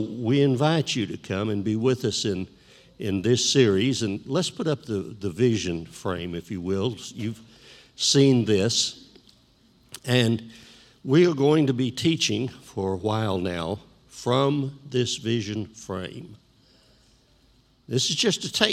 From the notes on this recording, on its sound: This JAT was recorded live on Sunday, September 26th, 2021 at Newark UPC.